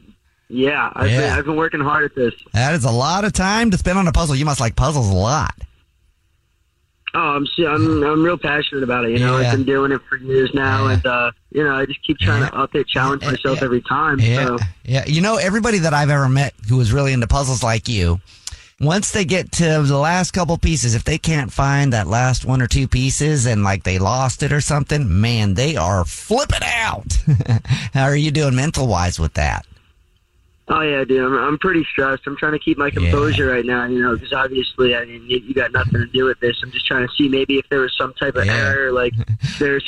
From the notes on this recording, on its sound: phone prank style